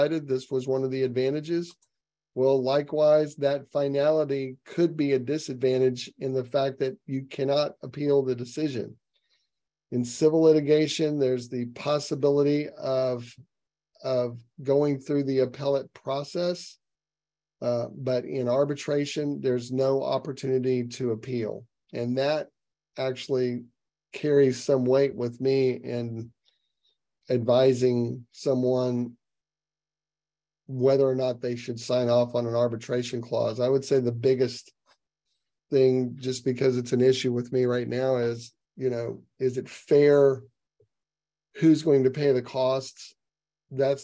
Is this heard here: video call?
yes